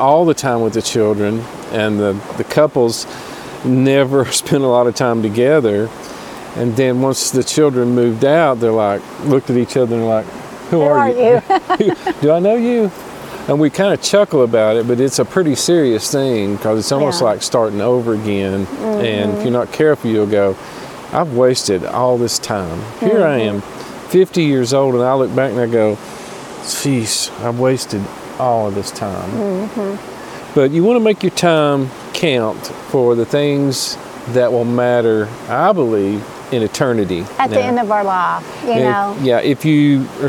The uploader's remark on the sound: Roamstead Campground Gatlinburg Fireside chat podcast.